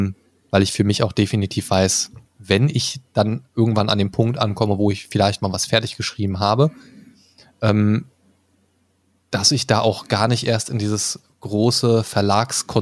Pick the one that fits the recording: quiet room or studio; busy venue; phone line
quiet room or studio